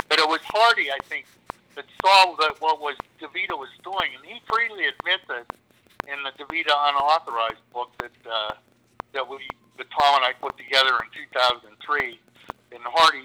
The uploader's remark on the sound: joined over the phone